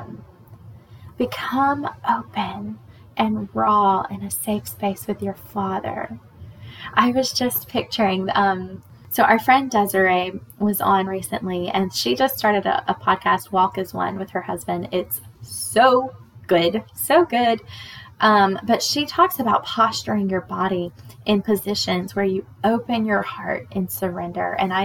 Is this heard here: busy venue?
no